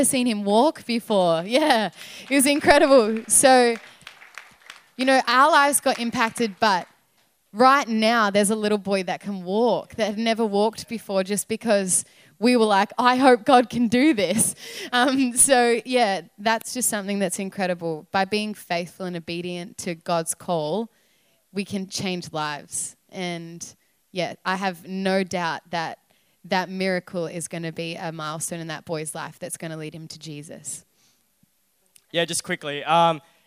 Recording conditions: large echoing room